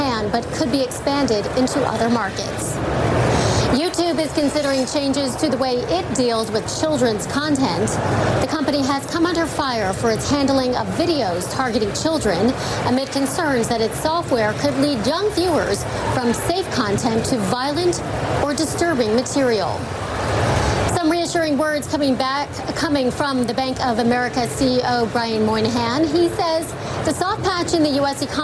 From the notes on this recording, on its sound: live from the New York Stock Exchange